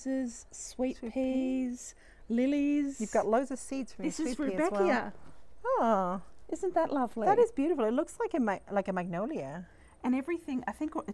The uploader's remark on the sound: Summer Garden Tour